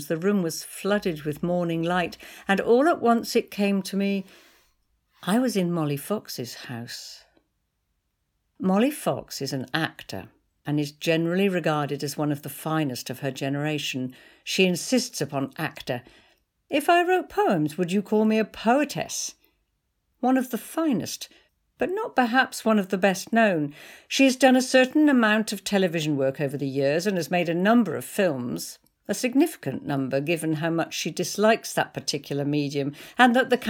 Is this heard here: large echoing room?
no